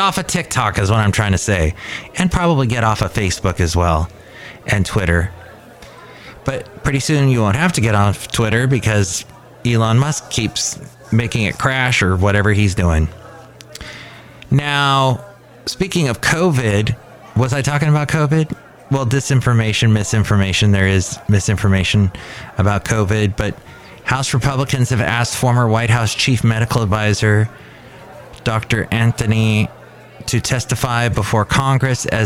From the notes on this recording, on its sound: podcasts live from Cafe Anyway